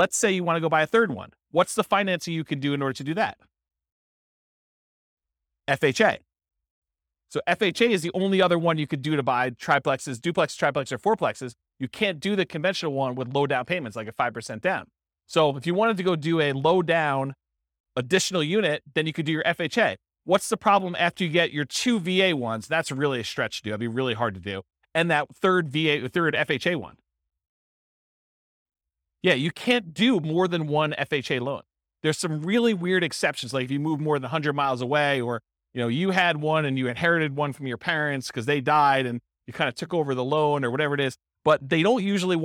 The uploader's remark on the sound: This was a live class recorded